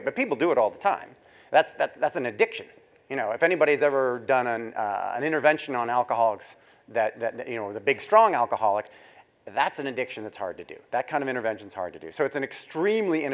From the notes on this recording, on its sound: to a live audience at The Northern Miner's Progressive Mine Forum held at the MaRS Discovery District in Toronto in October 2018